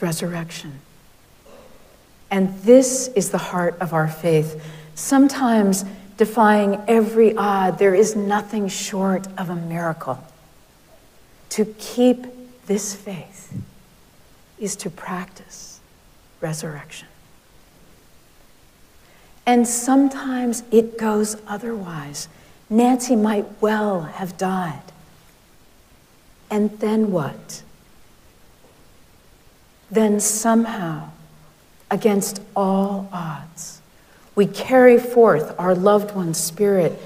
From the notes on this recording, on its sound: Recorded live at Arlington Street Church